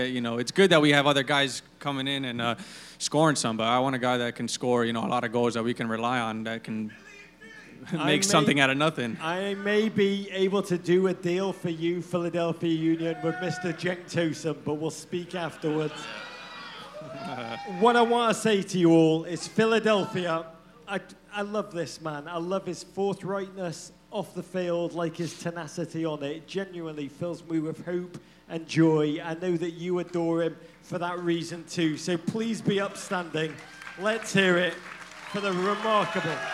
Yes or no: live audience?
yes